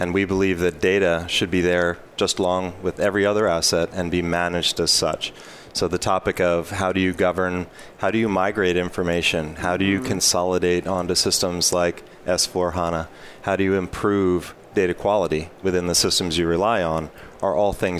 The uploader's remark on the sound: Live from Sap Sapphire Now 2017.